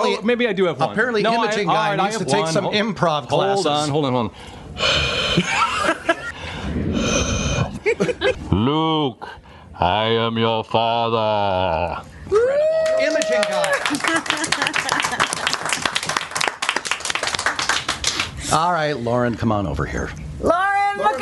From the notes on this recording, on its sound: LIVE from Faffcon 5 in Charlotte, NC. Record LIVE with the entire Voice Over Cafe staff from Faffcon 5: The Voiceover Unconference in Charlotte, NC!